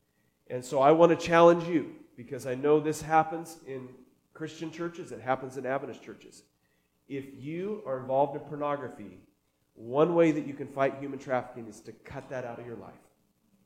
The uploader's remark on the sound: recorded on September 2, 2023, at Ringgold Seventh-day Adventist Church